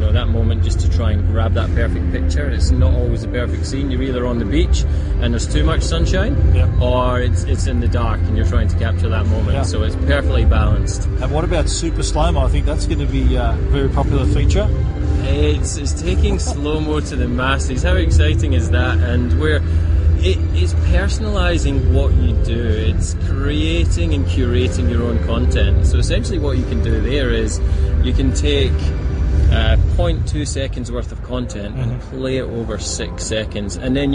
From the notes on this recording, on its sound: We're coming to you from Mobile World Congress in Barcelona.